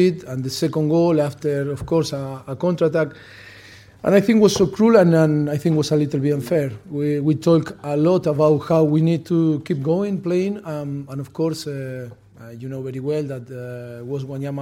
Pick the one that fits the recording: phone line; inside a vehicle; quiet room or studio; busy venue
busy venue